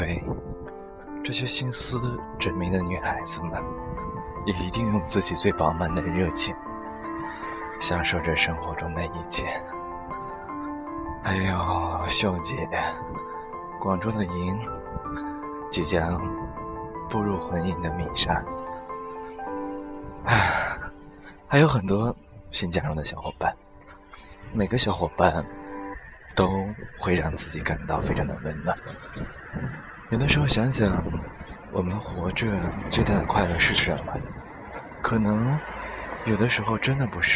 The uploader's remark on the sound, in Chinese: 独白-《在阳光和野花里聊北京》#边走边录。